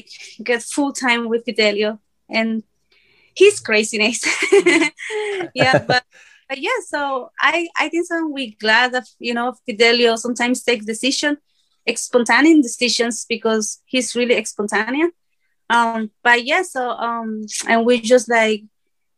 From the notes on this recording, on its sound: Recorded Live on Zoom 3/22/2021